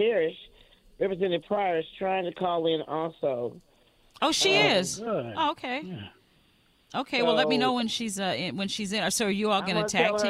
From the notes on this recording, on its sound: We're LIVE from Clowes Memorial Hall